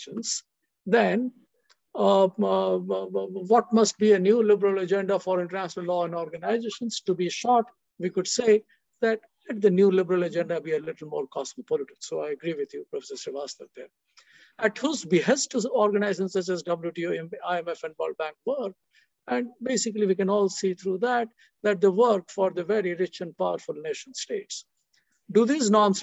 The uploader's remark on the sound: Zoom and Facebook Live